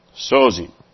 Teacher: Sozin. It's the accent is on the first syllable. Sozin.